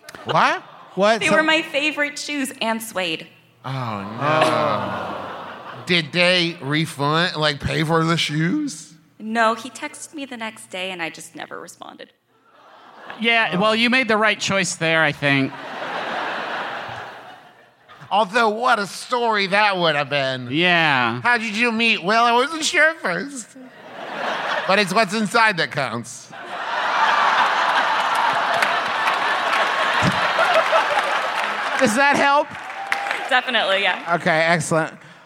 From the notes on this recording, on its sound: Live from Podcon 2, it’s half an episode of MBMBaM!